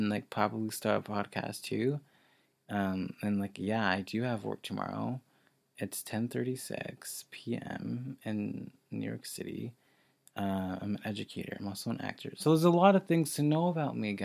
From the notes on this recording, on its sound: i recorded this on my computer